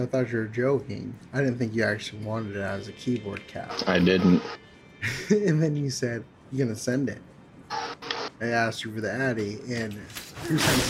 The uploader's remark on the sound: Honestly the audio on this episode is beyone scuffed despite the editing.